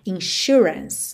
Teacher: esse S aí vai ter um som de X, certo, ou de SH